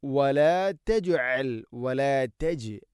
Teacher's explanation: ജീമിനെ കൽക്കല ചെയ്യണം, കേൾക്കണം